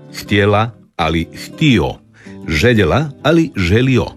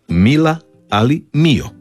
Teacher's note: Vokalizacija je glasovna promjena u kojoj se suglasnik L na kraju sloga ili riječi zamjenjuje vokalom, otvornikom, samoglasnikom O. U glagolskom pridjevu radnome muškoga roda.